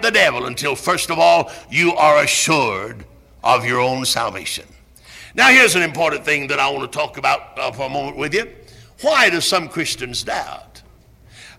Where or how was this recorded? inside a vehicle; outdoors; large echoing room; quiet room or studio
large echoing room